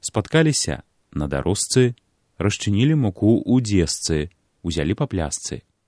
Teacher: На месцы пісьмовых спалучэнняў ЖЦ і ШЦ, дзе за літараю Ц таксама стаіць цвёрды гук, вымаўляем зычныя СЦ